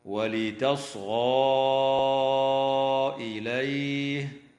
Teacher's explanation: تمد ألف الإشارة حال الوصل في قوله تعالى: ولتصغى إليه، بمقدار 4 أو 5 حركات من قبيل المد المنفصل